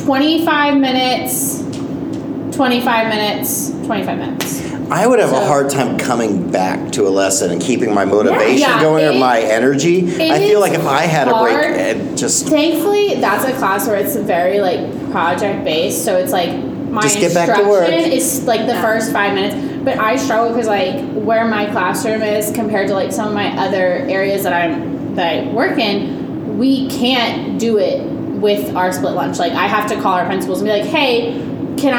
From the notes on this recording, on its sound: Recording live at a teacher conference and joined by many!